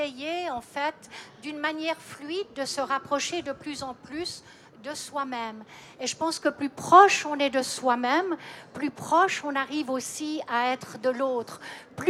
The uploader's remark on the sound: A series of four live round tables that took place in the art fair artgenève in early March 2022. This episode is part of a series of four live round tables that took place in the art fair artgenève in early March 2022. They took place in French.